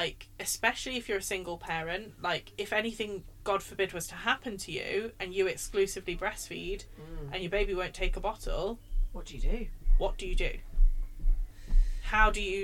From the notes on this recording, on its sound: someone is walking around in the background stomping throughout the entirety of this episode, sorry!